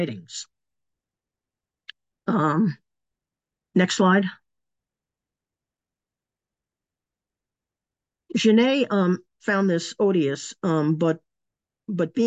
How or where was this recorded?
video call